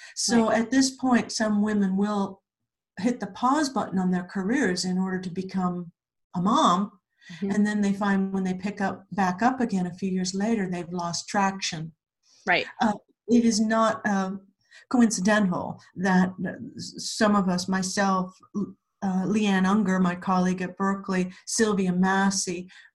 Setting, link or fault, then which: link, video call